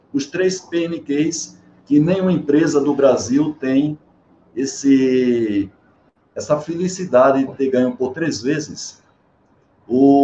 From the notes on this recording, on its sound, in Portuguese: Esta é a gravação da live que fiz no dia 10/05/2021